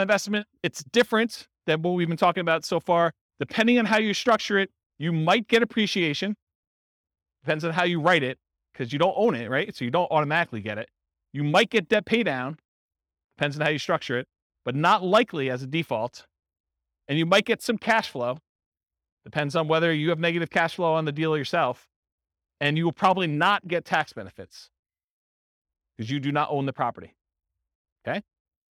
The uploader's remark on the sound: This was a live class recorded